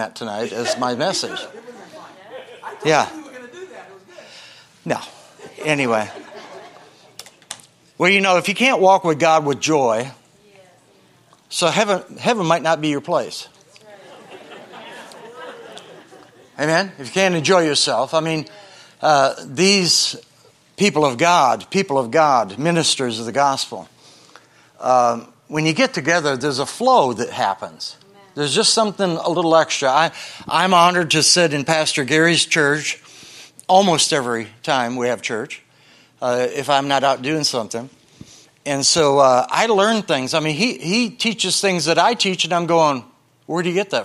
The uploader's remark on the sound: Is from a special Sunday night service on August 13, 2023 at Harvest Bible Church in Stockton, CA.